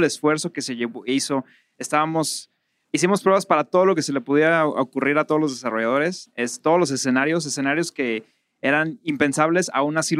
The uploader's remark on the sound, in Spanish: En esta ocasión grabamos desde Bogotá en el marco del evento Devcon.